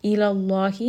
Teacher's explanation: Ruddu ilallah, so this is going to be a 4-count mad. Ilallahi, name of Allah here is going to be heavy because the letter before has a fatha. So we learned that anytime there is the name of Allah and the letter before has a fatha or a dhamma, the lam in the name of Allah will become heavy.